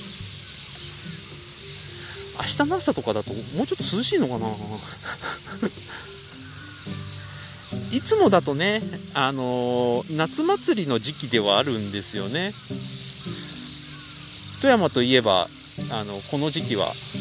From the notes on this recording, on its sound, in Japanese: 3月以来の富山にきております。久々の富山城公園を歩きながら話してみました。